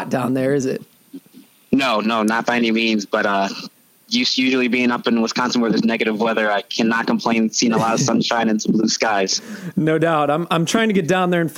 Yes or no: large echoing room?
no